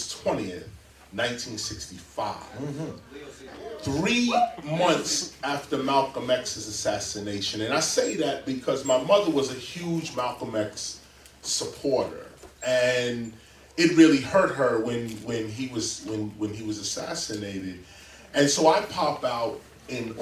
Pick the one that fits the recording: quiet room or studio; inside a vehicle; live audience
live audience